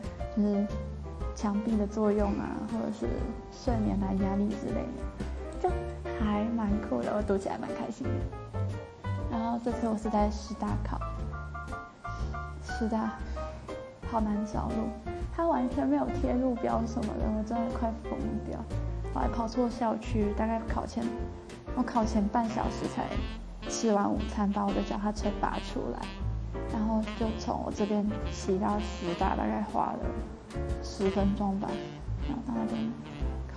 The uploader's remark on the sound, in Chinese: 今天的雜音有點多抱歉